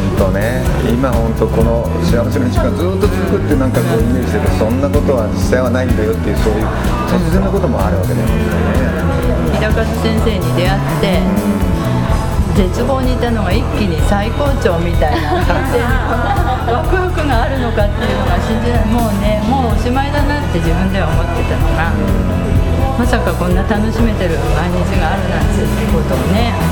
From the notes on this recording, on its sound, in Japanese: ぶらり旅の後に、モスバーガー店内で対談収録。